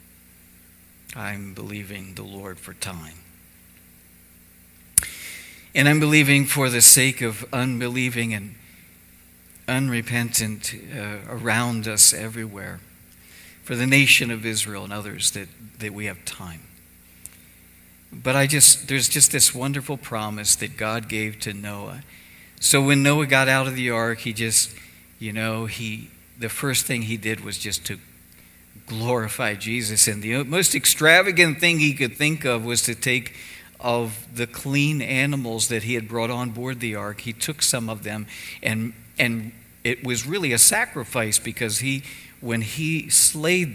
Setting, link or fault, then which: setting, large echoing room